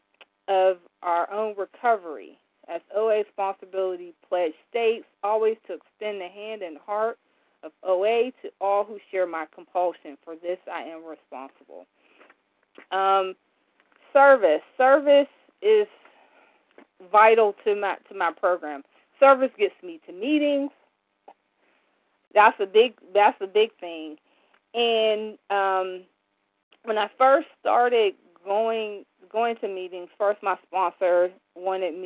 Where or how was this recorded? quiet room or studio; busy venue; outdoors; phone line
phone line